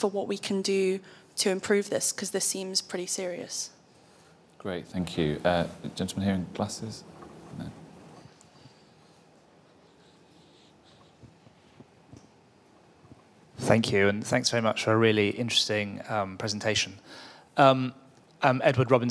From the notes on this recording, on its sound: This event was part of the IfG's Ministers Reflect one-day conference.